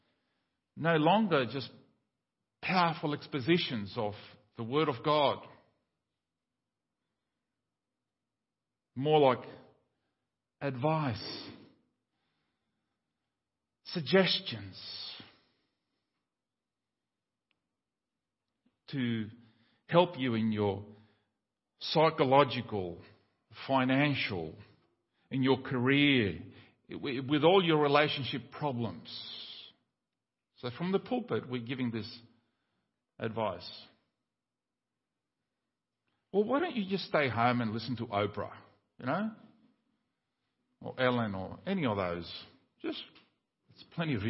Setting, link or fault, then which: setting, large echoing room